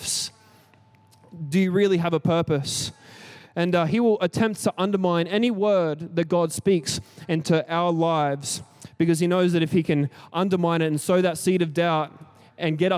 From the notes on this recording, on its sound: Recorded during our 5pam service on Sunday, the 7th of May 2023